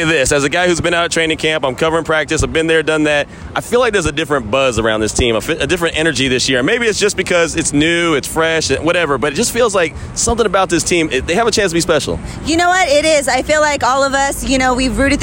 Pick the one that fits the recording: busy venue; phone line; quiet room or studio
busy venue